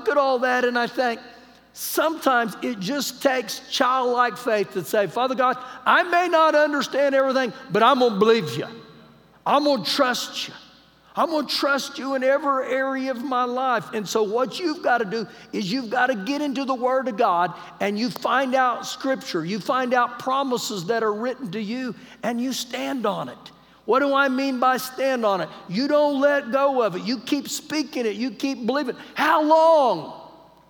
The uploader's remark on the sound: Recorded live during our Wednesday night service.